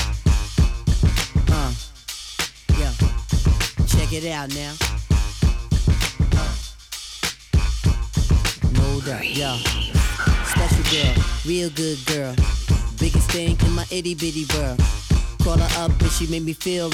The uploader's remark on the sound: Originally broadcast live on April 10, 2017 from the storefront of The Late Late Bar on Houston Street in New York City.